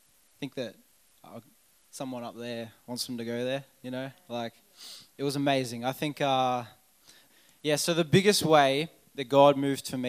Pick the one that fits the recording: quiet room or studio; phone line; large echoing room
large echoing room